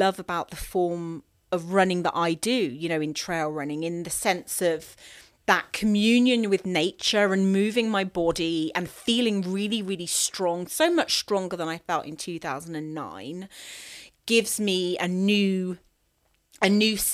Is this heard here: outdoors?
no